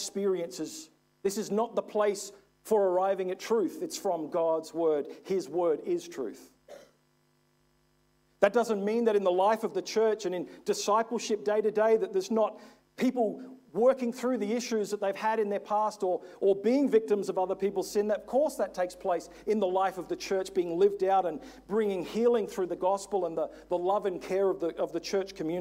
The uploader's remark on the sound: This is from session two of our Stand Firm Conference in 2022.